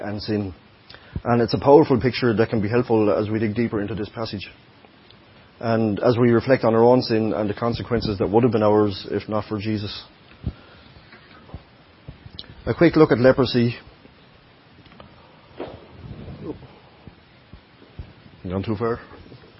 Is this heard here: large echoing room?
yes